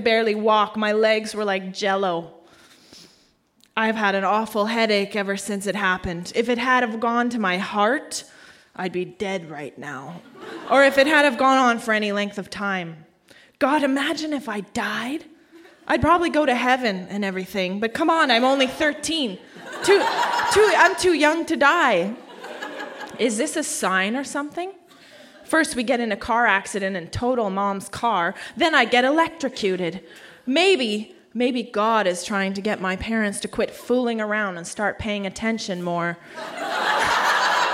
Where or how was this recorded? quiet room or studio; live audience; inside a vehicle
live audience